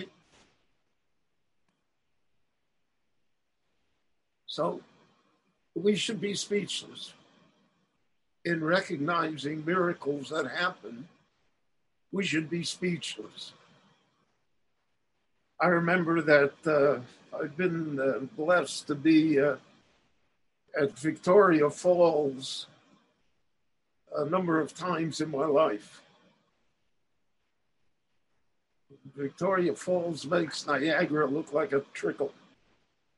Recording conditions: video call